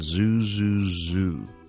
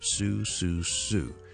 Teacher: 一个咧系声带系发声嘅，一个声带系唔发声